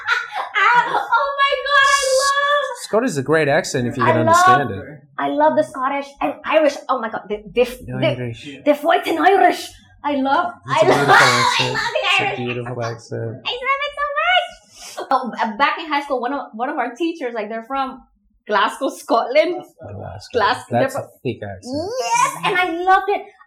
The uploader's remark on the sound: The audio and camera tech issues we experienced in this episode, unfortunately our studio microphones were not working at that time, and we also had a faulty camera.